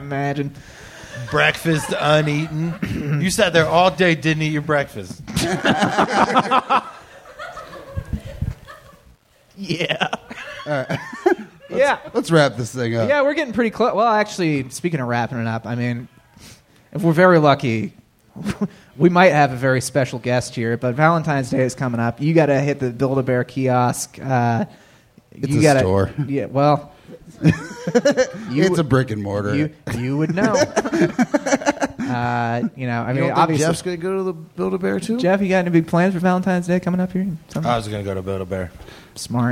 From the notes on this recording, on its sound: This live talk show is recorded in front of a human audience at 7:00 PM on Thursdays at Chameleon in Northside, Cincinnati.